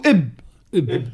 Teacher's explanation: نقولوا 85% شده و15% فما رخاوه، فما شويه رخاوه · Term: الرخاوه